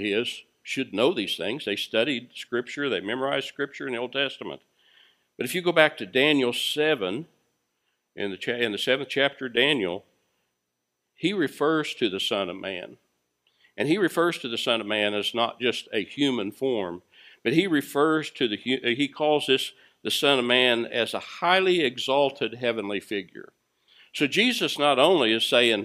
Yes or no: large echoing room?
yes